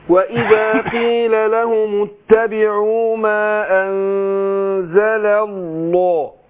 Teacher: عشان همزه الوصل سقطت فهنطق لامين ورا بعض. اللام الاولى بتاعت انزل مرققه، ولام لفظ الجلاله ايه مفخمه عشان سبقها ايه اللام الاولى مفتوحه، سبقها مفتوح.